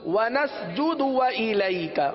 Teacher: دال پر پیش دال کو کھینچیں گے نہیں